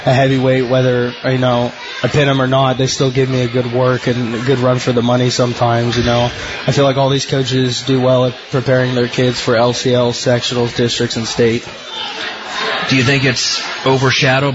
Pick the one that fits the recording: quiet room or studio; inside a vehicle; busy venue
busy venue